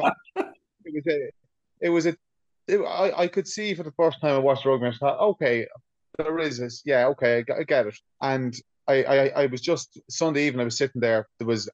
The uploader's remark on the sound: As the weather here in our little corner of the world is not woirth driving in, we have our first ever zoom recorded pod for you.